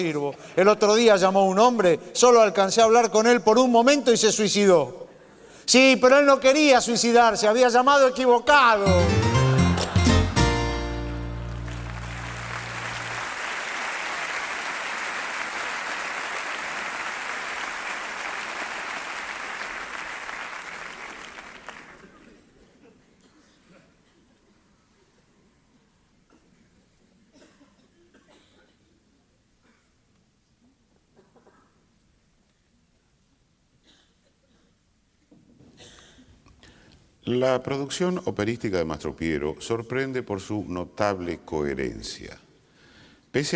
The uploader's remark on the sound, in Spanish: Grabado en vivo en: Teatro Coliseo. Buenos Aires.